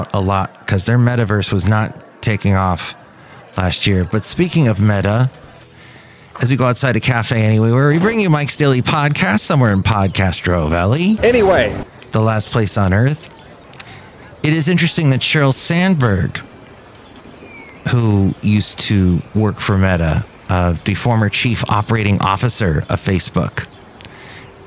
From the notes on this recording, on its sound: podcasts live from Café Anyway